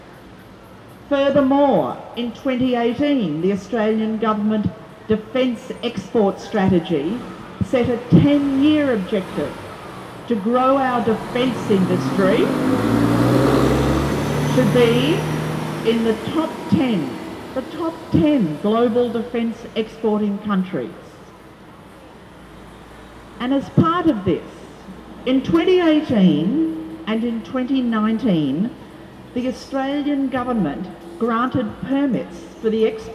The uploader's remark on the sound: Rally for Peace 18 March 2022 outside the Hilton Hotel organised by JustPeace